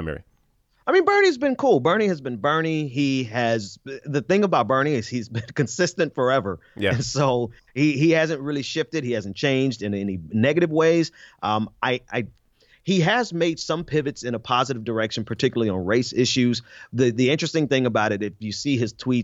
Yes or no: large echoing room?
no